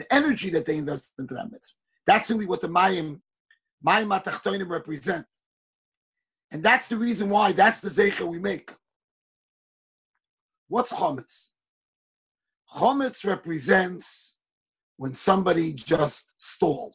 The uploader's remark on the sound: Shiur recorded on Zoom conference.